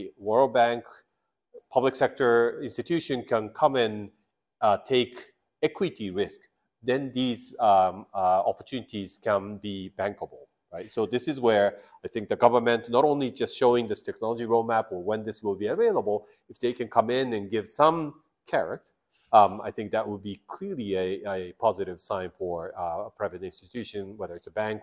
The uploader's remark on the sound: Climate Bonds Cafe IN-PERSON. Live from our Climate Bonds Connect23 Global Conference in London!